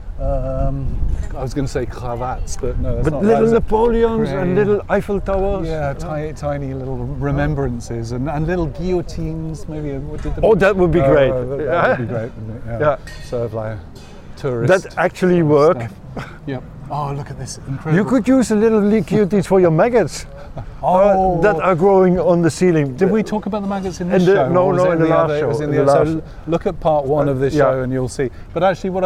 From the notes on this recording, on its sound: Continue their historical walking tour through Kreuzberg. Outside Broadcast.